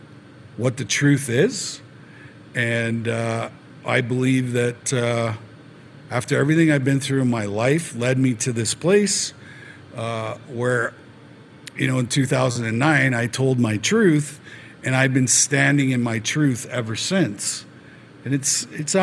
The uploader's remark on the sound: LIVE at the Grey Eagle Casino in Calgary